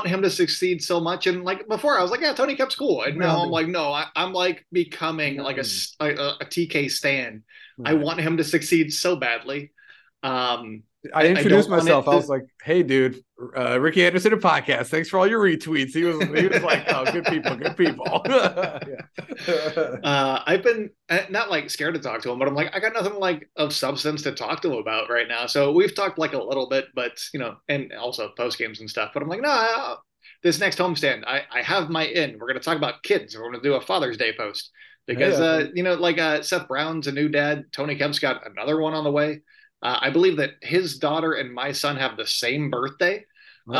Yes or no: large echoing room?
no